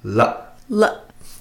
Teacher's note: to make the glottal stop sound, we use this example. La. La. So you hear the quick ending.